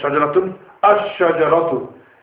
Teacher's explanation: So, it's saying, however, if the definite article is preceded by a word or letter, then it will not be pronounced, meaning the alif will not be pronounced. Obviously, the lam is not pronounced anyhow.